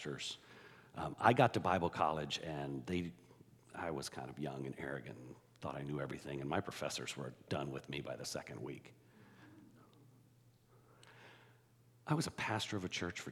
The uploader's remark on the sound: The gathering and podcast are unique for this post, in that it is a full service recording with music and teaching.